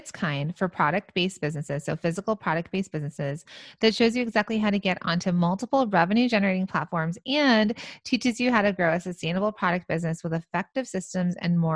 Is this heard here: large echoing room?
no